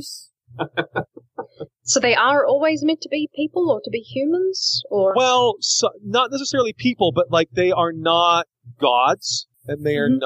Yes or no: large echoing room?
no